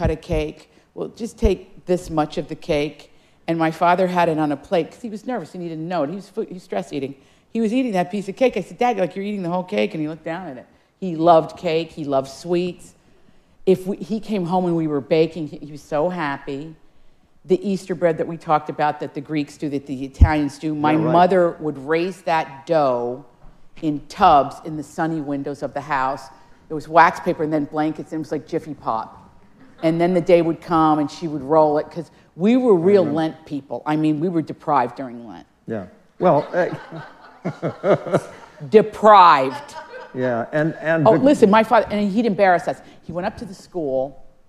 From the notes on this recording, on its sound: In this live audience episode.